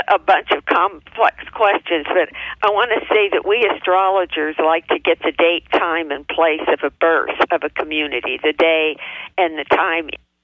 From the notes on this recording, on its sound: OUR Show this week is a live call-in